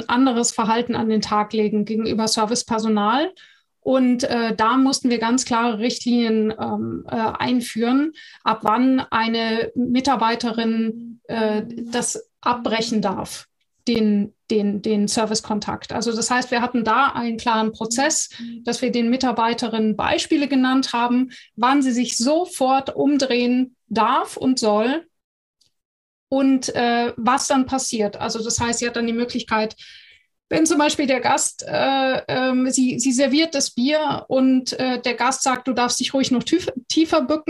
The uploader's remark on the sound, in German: Audio-Aufzeichnung des gleichnamigen interaktiven Webinars.